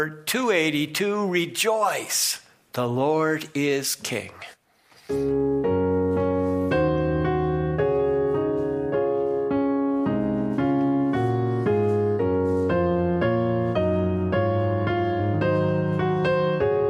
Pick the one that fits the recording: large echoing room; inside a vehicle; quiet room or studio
large echoing room